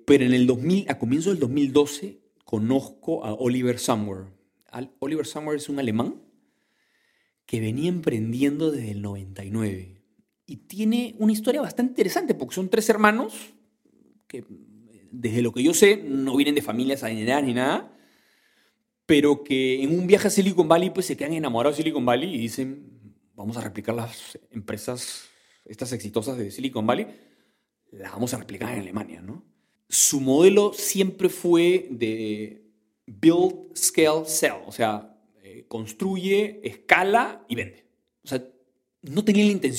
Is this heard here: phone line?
no